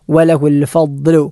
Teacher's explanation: സാധാരണ നമ്മൾ ഉച്ചരിക്കുന്ന നാവിൻ്റെ മുൻഭാഗം മുൻപല്ലിൻ്റെ മുകളിലേക്ക് തട്ടിച്ചുകൊണ്ടുള്ള ലായല്ല, പാർശ്വഭാഗം ഇടതുഭാഗത്തോ വലതുഭാഗത്തോ ഉള്ള പല്ലുകളിൽ തട്ടിച്ചുകൊണ്ട് പറയേണ്ട ദാദാണ്.